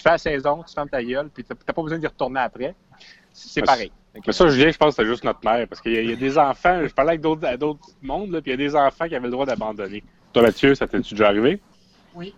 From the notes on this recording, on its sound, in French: Vidéo-conférence.